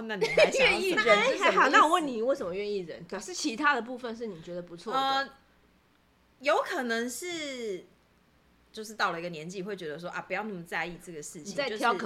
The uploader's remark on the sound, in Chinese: 所以前幾天兩位好友來家裡住幾天，晚上喝酒閒聊，即使只有一隻麥克風，導致收音效果忽大忽小，但實在太有趣了依舊決定開錄！